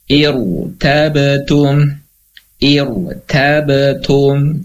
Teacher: Ataupun dalam kata irtabatum, maka ro-nya dibaca tebal